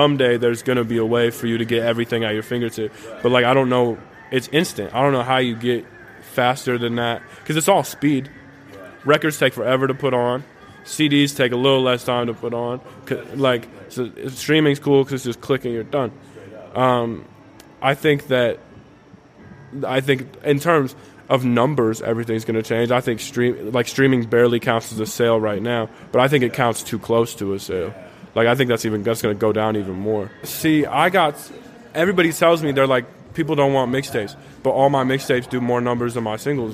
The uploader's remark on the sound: Recorded live on New Year's Eve from South Sixth Bodega at their new home inside the Tucson Mall.